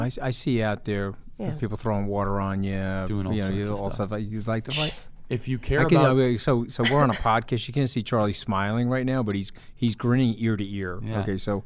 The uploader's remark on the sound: from the SALT Conference in Las Vegas